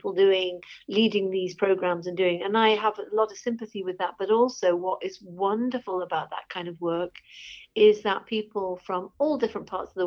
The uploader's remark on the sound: I am also (while not able to meet face to face) recording these impromptu chats over the phone.